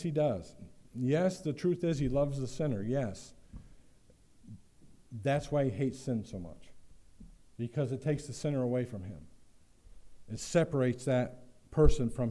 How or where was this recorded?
large echoing room